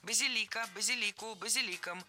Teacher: Базилика – это неверно. Правильный вариант – базилика. Ударение ставим на третий слог, и там его сохраняем во всех формах. Базилика, базилику, базиликом.